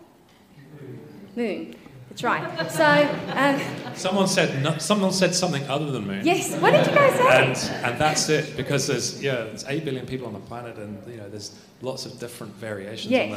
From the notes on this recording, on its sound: Here is the recording of the recent UC Business School MBA Thought Leadership panel event on 30th March. Here is the recording of the recent UC Business School MBA Thought Leadership panel event. We had a 90-minute(!) thought-provoking discussion.